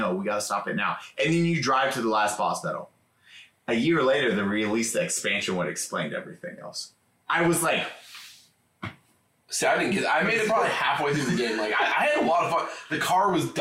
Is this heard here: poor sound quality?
yes